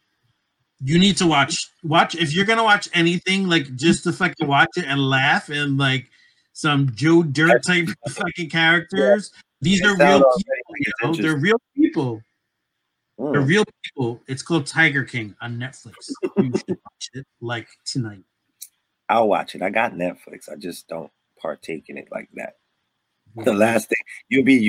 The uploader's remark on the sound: Technical Difficulties.